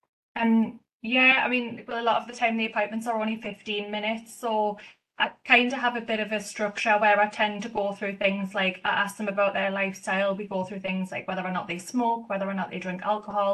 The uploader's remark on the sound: This is an audio recording of an 'on the couch' webinar delivered on 12 December 2023